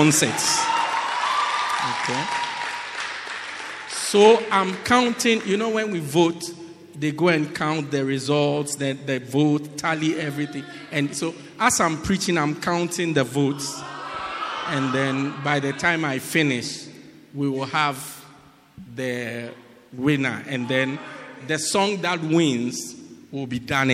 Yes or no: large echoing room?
yes